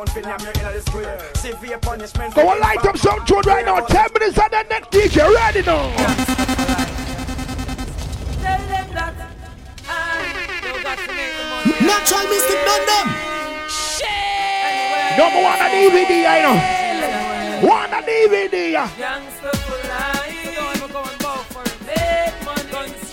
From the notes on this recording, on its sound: LIVE TAKING ON GREENWICH FARM KINGSTON 13 JAMAICA